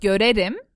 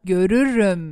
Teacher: Right, it's that IR, ür. It harmonizes to that ü with that ö. · Shown in: second take